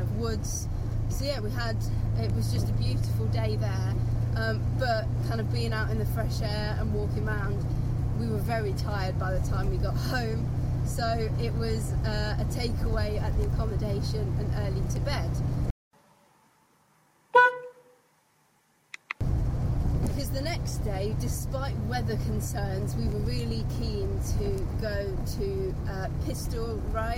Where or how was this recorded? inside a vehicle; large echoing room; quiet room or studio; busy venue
inside a vehicle